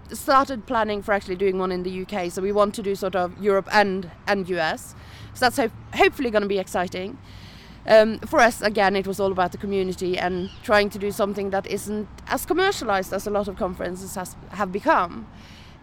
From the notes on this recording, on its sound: Todays show is a much delayed recording from OggCamp11.